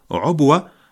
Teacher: والصواب عبوة بضم العين وسكون الباء